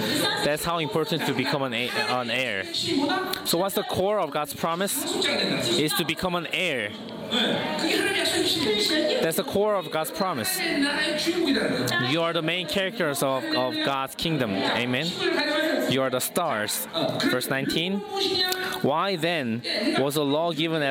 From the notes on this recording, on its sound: Chuseok Conference. Conference sermon.